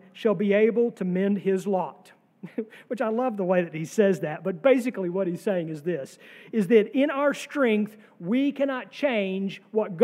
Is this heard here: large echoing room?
yes